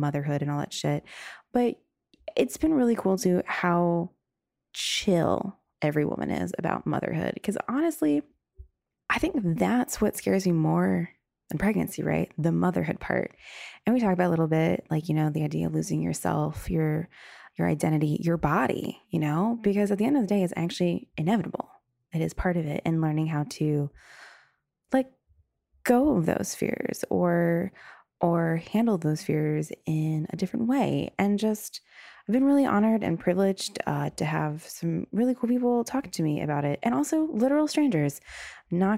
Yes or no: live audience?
no